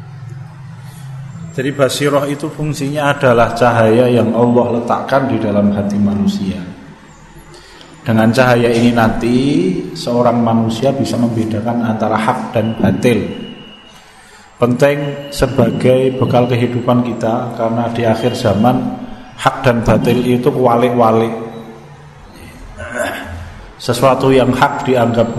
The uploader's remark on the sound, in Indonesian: Di Masjid Danunegaran, Mantrijeron, Yogyakarta rutin setiap hari Selasa selepas sholat magrib sampai dengan isya yang diselenggarakan oleh FKAM Yogyakarta dan Takmir Masjid Danunegaran.